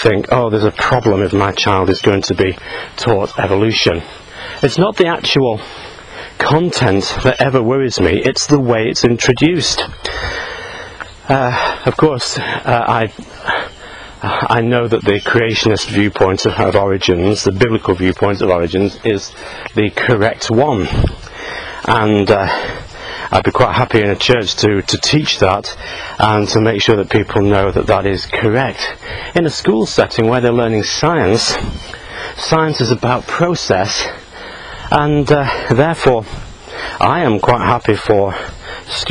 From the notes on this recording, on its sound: while out walking his dog